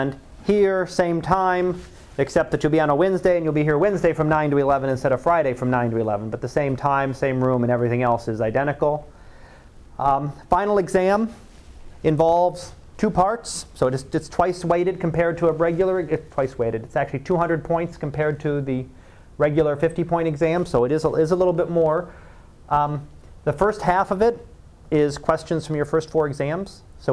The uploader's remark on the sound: Live Class Lecture